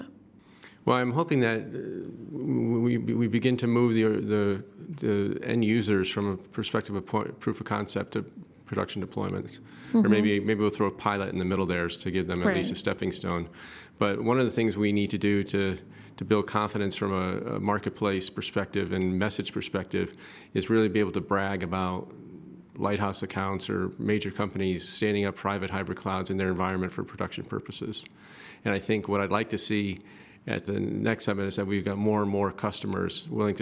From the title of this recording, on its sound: LIVE from OpentStack Paris Summit 2014